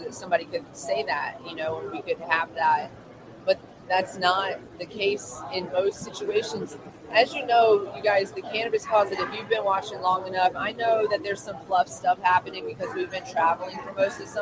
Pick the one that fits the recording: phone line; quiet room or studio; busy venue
busy venue